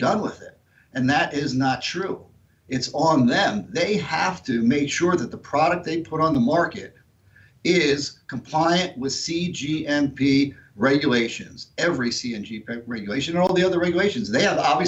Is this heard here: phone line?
no